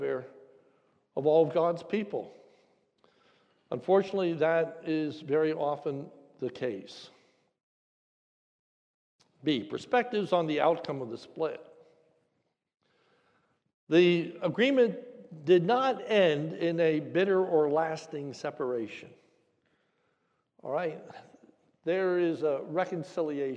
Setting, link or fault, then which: setting, large echoing room